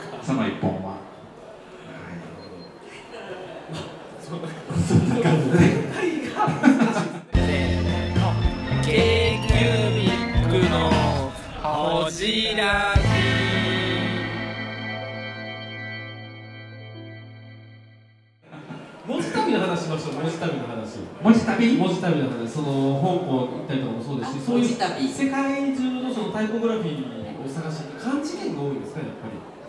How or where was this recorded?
live audience